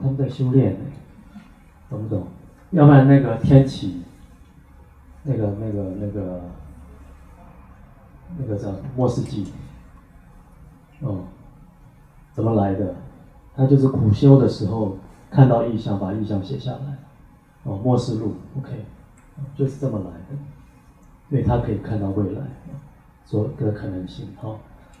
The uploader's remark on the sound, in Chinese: 八月中在台北心悅人文舉辦的新書發表會現場錄音